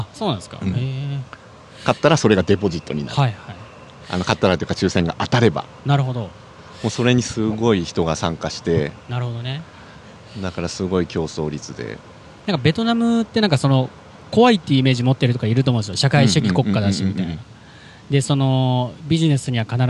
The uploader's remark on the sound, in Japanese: 野外収録。都内の代々木公園で収録。